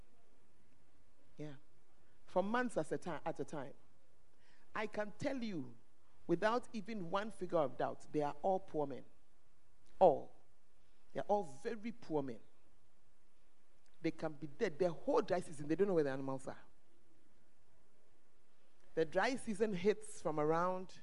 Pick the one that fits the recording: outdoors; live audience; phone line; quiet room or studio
live audience